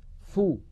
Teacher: فاء مضمومة لا يصاحبها غنة